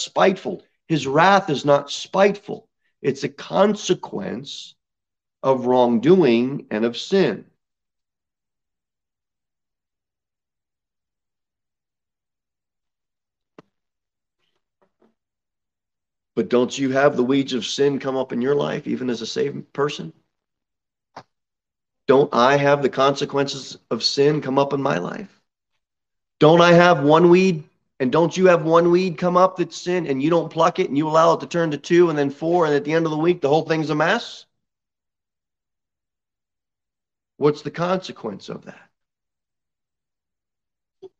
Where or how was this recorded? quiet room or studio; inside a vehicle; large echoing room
large echoing room